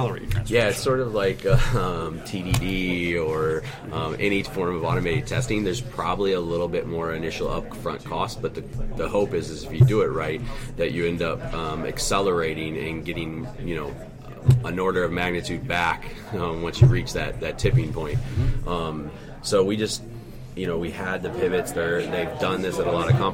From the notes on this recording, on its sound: recorded on the floor of Cloud Foundry Summit 2019 in Philadelphia